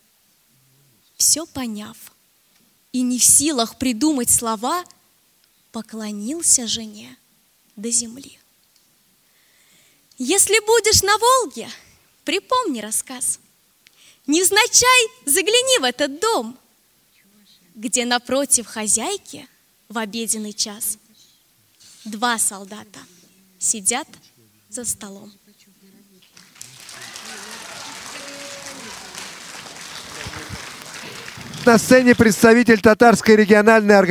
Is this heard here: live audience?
yes